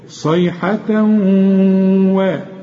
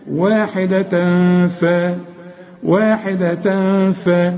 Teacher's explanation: الاولى ادغام، الحرف كأنه مشدد، كأن الواو مشددة